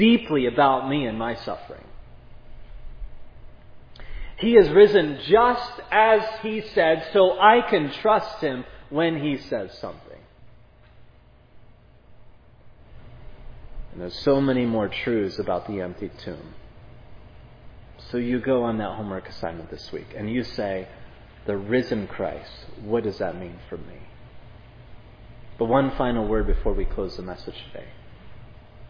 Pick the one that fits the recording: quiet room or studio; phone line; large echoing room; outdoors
large echoing room